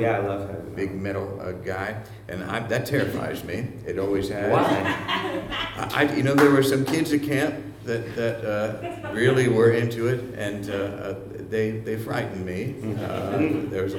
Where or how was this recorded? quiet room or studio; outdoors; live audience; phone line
live audience